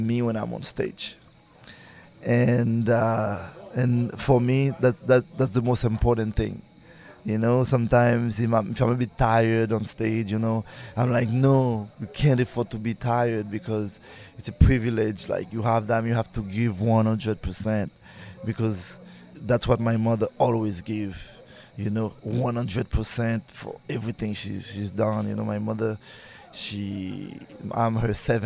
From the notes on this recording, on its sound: As part of the Millpond.Live series of concerts. Recorded backstage at Millpond.Live in Easthampton, MA.